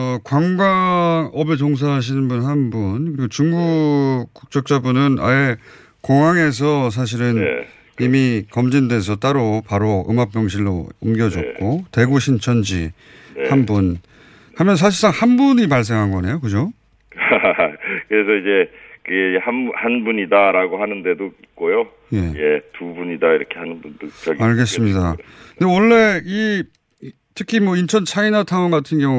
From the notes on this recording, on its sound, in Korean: 전화연결.